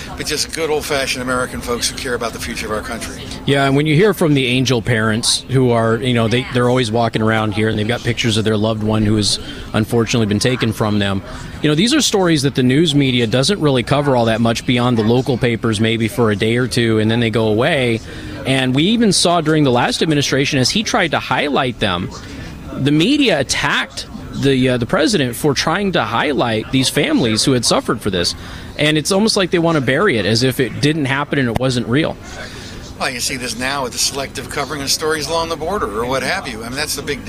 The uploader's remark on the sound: Live From Washington DC. FAIRus.org is hosting its annual 'Hold Their Feet To The Fire' conference. I'm broadcasting live from radio row.